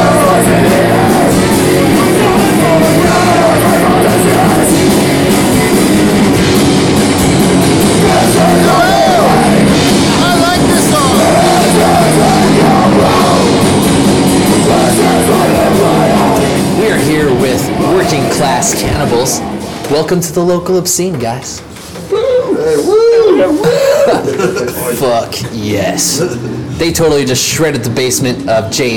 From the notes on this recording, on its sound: at J and J's pizza in Denton